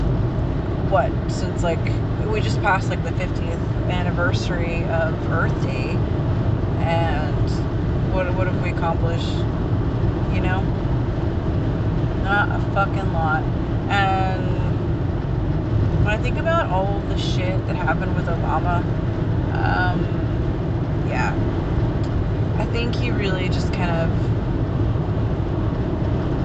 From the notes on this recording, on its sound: Almost died in traffic during this recording